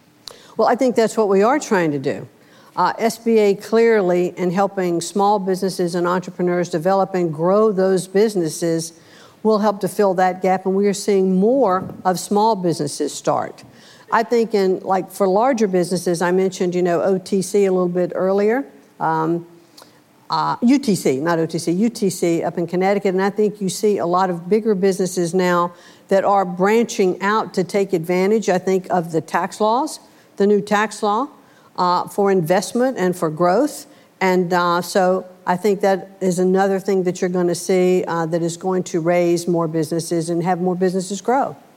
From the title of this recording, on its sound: Live at Code 2018